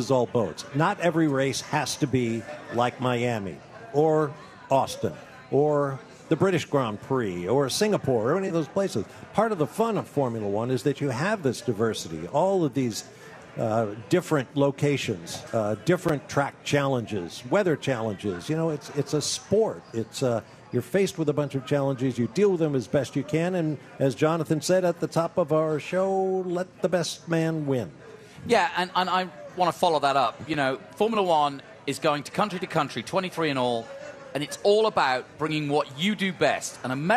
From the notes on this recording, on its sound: recorded live from Miami